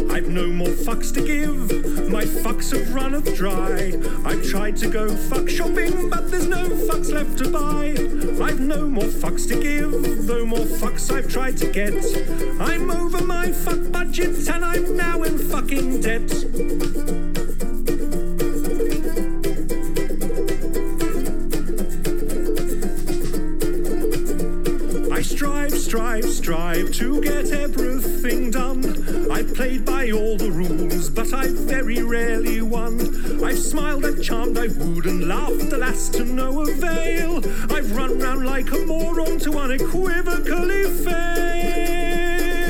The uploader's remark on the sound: Adepticon #6 LIVE. We’re back at Adepticon for another chaotic live recording.